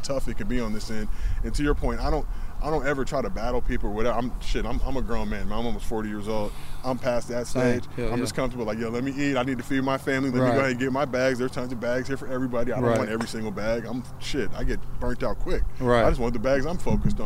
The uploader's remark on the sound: at the driving range to hit some golf balls